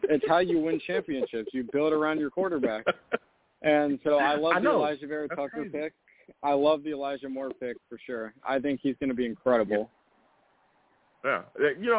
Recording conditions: phone line